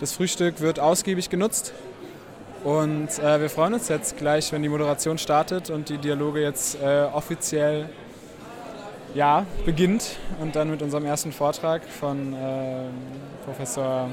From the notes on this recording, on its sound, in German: Bayreuther dialoge 2019. War bei der Konferenz mit dem Aufnahmegerät unterwegs, und hat die Stimmung eingefangen.